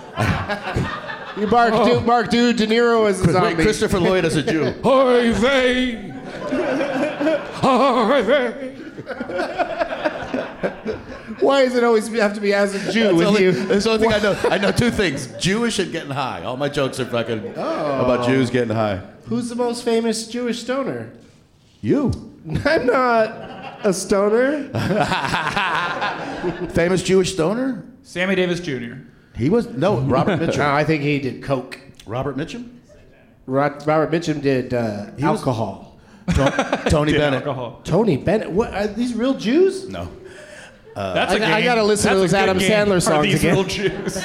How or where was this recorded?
live audience